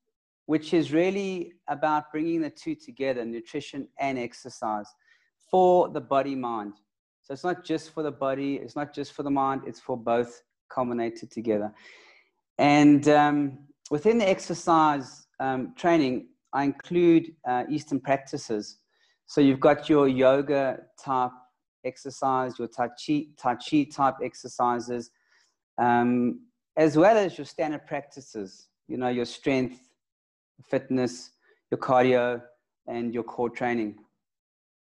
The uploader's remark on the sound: LIVE-ZOOM-INTERVIEW made into a podcast